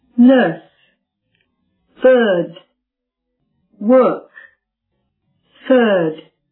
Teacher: 这是一个中元音，发音的时候舌身平放，舌中部呢稍稍抬起